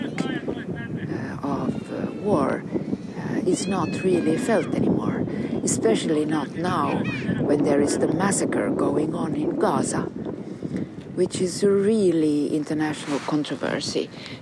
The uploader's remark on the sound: Pondering With A Pine In The Park. A series of conversations recorded with a pine tree in Kaivopuisto Park in Helsinki.